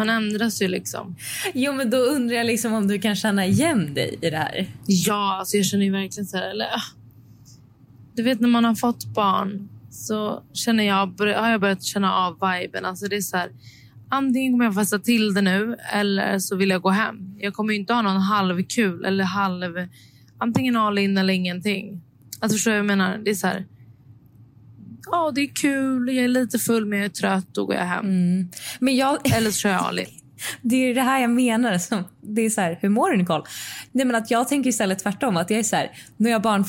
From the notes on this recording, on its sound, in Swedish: Om ni undrar varför ljudet är lite annorlunda i detta avsnitt beror det på att campingexperten poddade från bilen i sann campinganda.